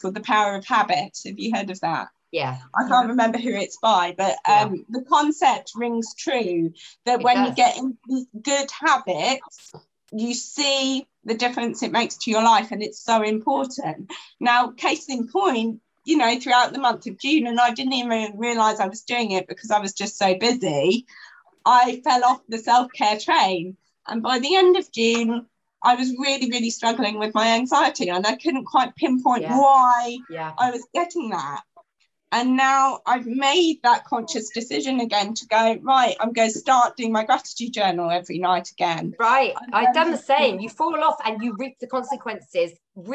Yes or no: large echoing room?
no